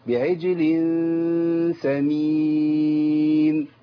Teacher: اخفاء التنوين مع السين يبان قوي